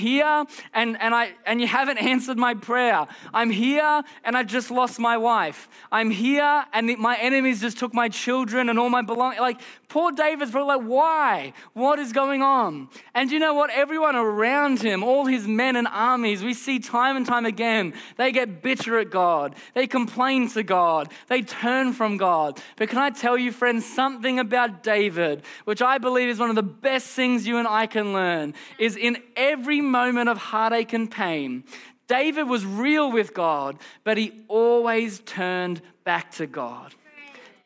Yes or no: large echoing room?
yes